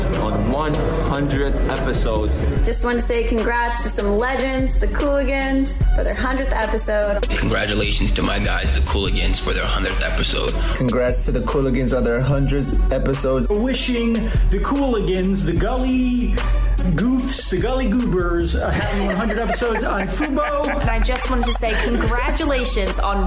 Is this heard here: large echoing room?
no